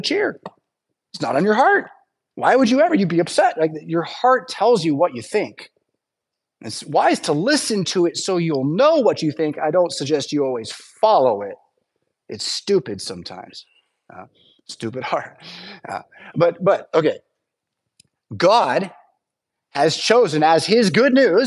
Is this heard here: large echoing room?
yes